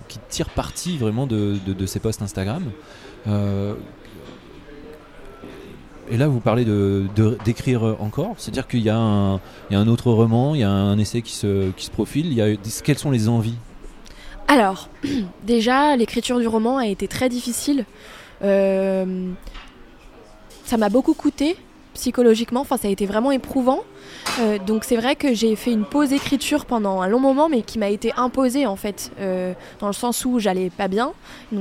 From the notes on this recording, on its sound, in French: Un café au comptoir. Enregistré au Cafe Charlot, 38 rue de Bretagne à Paris (3e).